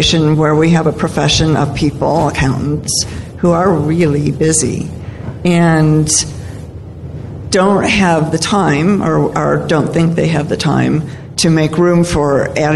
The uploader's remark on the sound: Were at Sage Summit 2017 in Atlanta and recorded an episode (or two) featuring a great panel discussion.